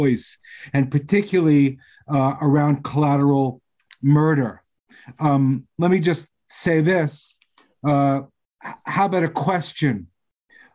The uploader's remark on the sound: zoom gathering, with more than 90 people joining us